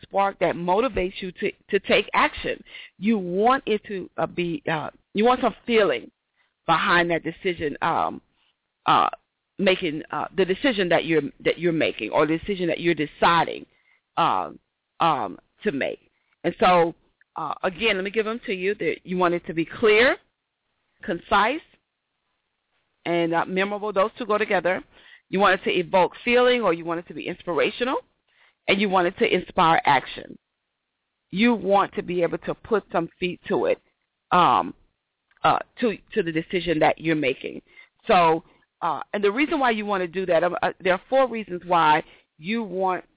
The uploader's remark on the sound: Got To Get Myself Together 2014 Summer Teleconference